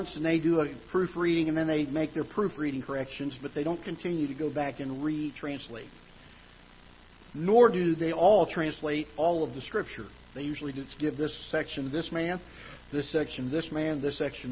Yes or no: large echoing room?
yes